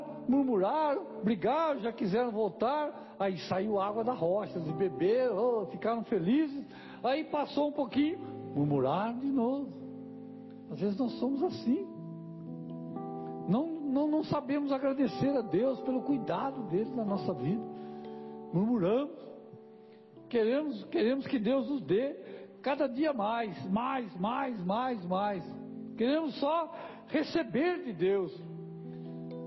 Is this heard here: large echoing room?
yes